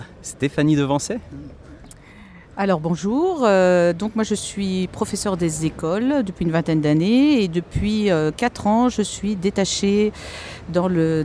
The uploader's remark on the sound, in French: Troisième hors série en direct de la onzième édition de Ludovia. Encore un épisode entièrement consacré aux entretiens enregistrés dans les jardins de Ludovia 11.